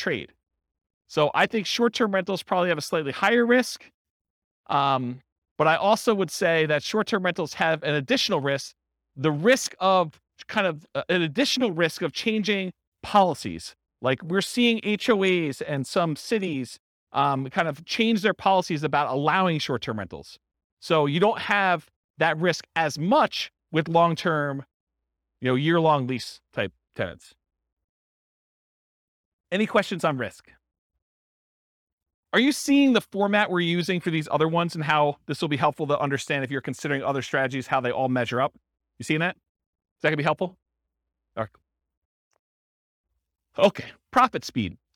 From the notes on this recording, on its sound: This was a live class recorded